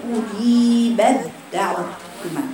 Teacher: والدال، فهو واضح جدا ادغام الادخلي، ببين لك الجهر بتاع ايه، الجهر في التاء فيها همس لكن الدال فيها جهر